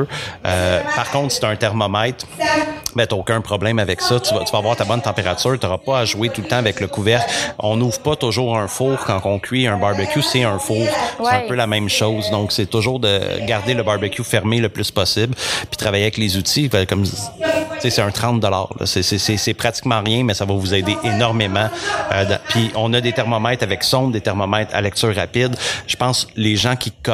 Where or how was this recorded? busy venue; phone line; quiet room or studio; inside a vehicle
busy venue